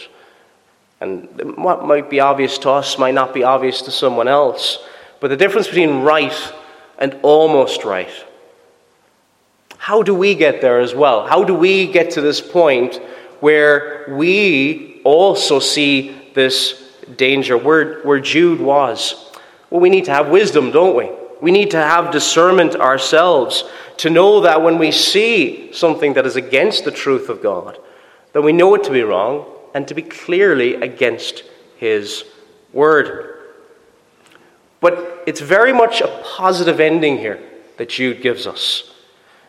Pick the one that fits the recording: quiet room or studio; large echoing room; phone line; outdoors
large echoing room